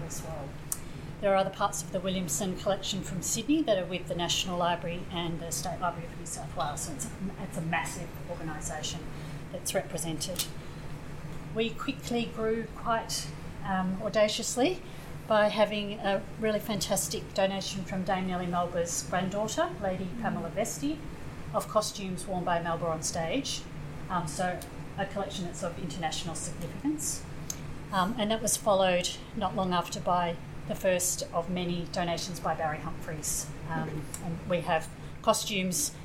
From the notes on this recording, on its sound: Melbourne newCardigan cardiParty Recorded Live. A massive tour of the Arts Centre Melbourne.